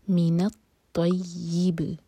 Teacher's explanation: با کو ہم جب ساکن کر کے رکیں گے تو با پر قلقلہ ہوگا، یعنی کہ ہمیں با کو باؤنس کر کے پڑھنا ہے.